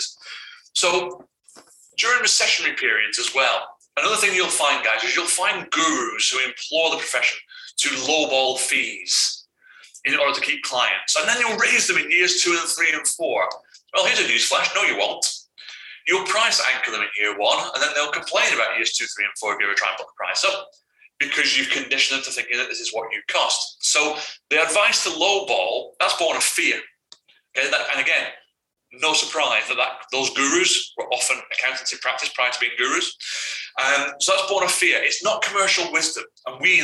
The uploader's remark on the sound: APOLOGIES FOR THE AUDIO ON THIS BONUS EPISODE